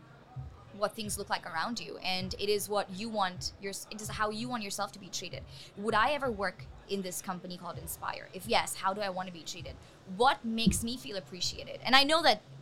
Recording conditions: busy venue